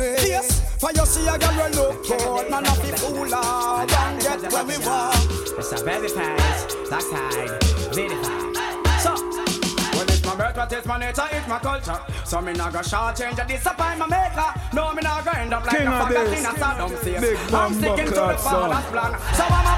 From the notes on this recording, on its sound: LIVE IN ORLANDO